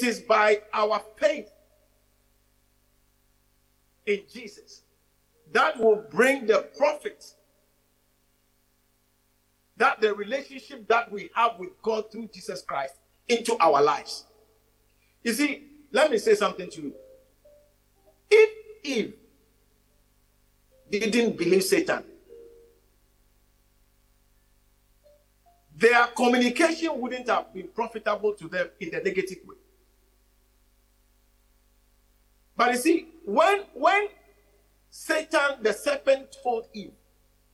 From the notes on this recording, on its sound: message preached at the Living Waters Cathedral